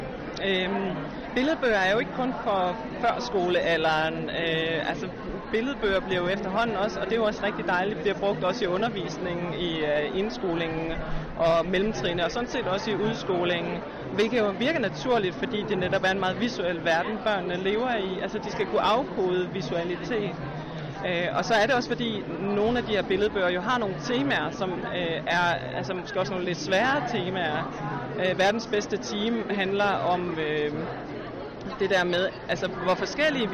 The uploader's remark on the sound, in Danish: Live fra Bogforum